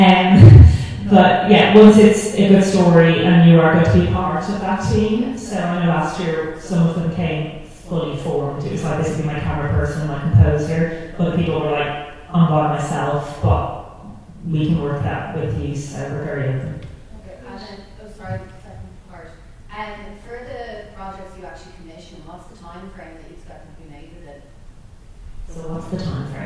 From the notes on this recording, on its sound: To present a special in-person information session and screening on Thursday, 9th February 2023 at the Stella Theatre in Rathmines. We apologise for the quality of the audio from this live event.